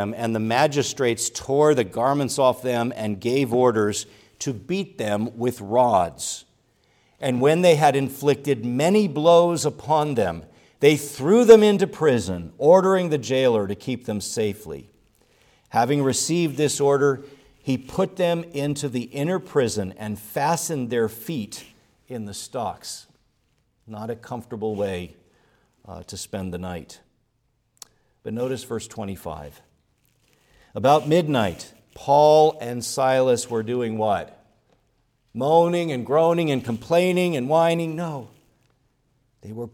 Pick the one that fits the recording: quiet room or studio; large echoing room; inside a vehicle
large echoing room